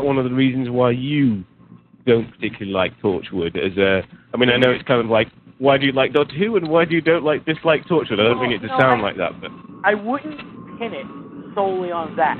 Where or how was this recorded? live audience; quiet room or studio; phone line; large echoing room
phone line